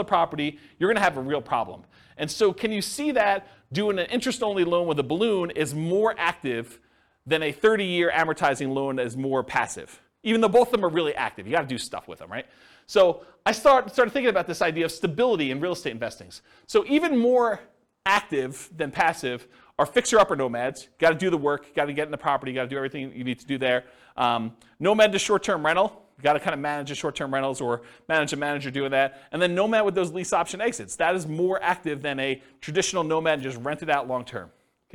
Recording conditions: live audience